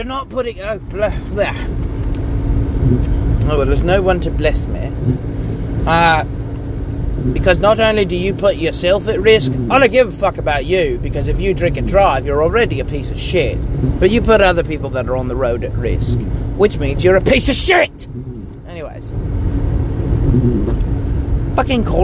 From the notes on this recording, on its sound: I ramble about things in the car once more.